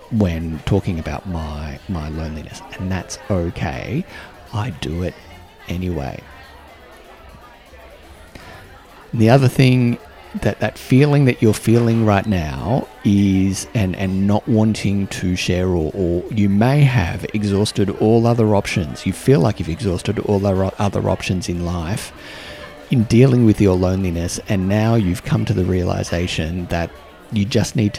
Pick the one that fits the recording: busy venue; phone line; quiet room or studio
busy venue